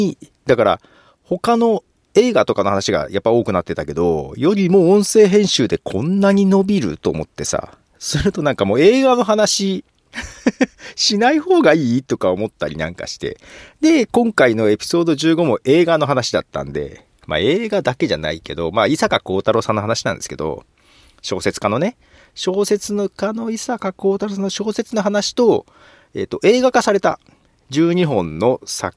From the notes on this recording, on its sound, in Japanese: ひさびさに車内での録音。